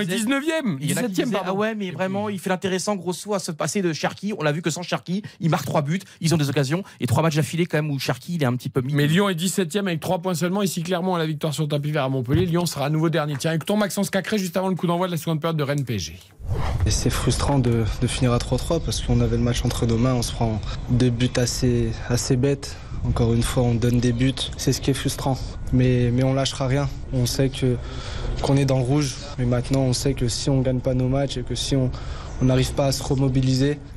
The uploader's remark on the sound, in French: Le PSG passait un nouveau test en Bretagne. En direct du Roazhon Park.